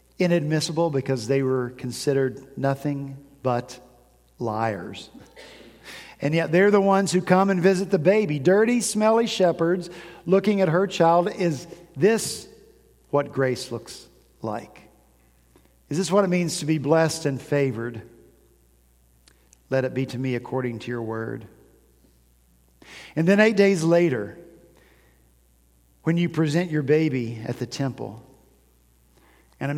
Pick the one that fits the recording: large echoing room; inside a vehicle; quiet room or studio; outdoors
large echoing room